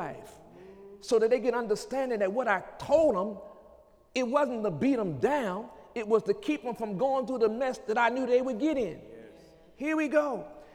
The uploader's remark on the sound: During Sunday morning service